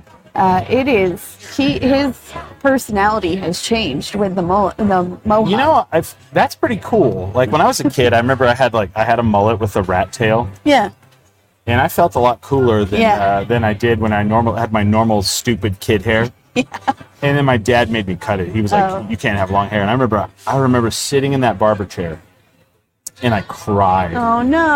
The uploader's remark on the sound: We are live from NM Brewfest! Some random festival goers!